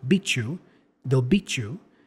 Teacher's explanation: We have will being contracted, they'll. The T and the Y combination there for beat and you sounds like a ch sound, ch-ch. So beat you, they'll beat you.